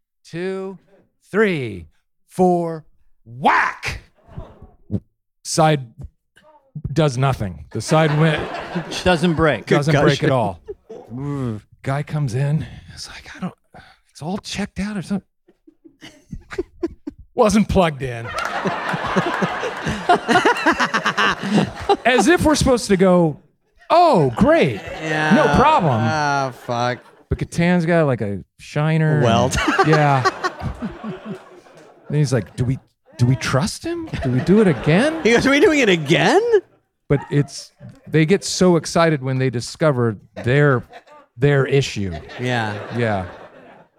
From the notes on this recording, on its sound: Live from Largo at the Coronet.